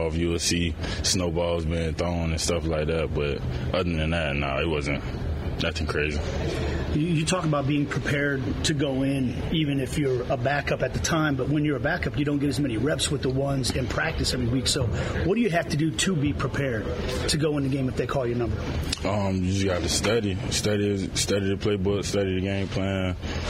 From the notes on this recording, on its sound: sound from the Chiefs' locker room yesterday at Arrowhead